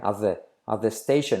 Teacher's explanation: At the, la T de at decae.